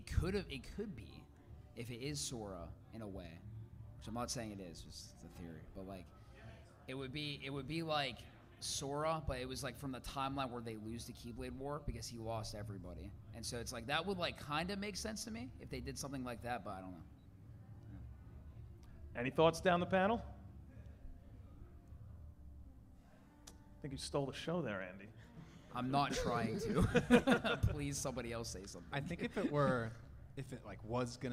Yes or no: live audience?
yes